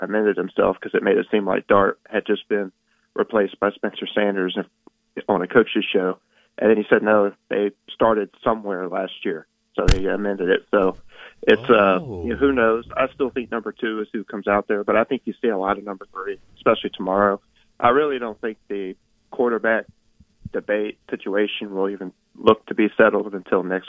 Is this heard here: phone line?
yes